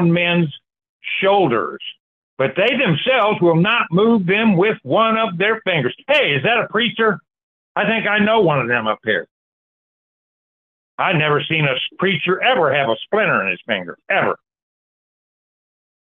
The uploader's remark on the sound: Sunday Call In Bible Study January 14, 2024